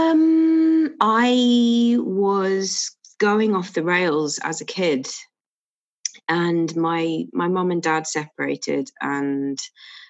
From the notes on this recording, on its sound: This was recorded during lockdown in May 2020 over zoom.